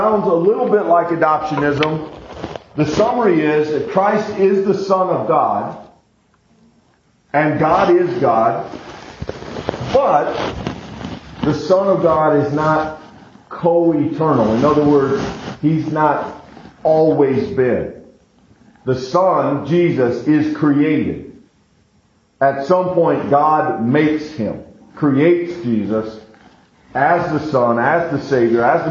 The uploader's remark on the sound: We apologize in advance for the poor recording quality, we expect to have our equipment malfunction corrected for the next episode.